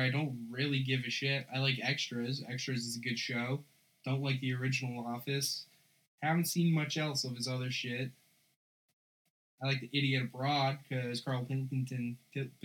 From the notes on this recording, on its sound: An episode featuring the worst sound quality possible. I also added a 20-30 minute recording of me drunkenly rambling about Christmas shopping and other things that I never planned on releasing.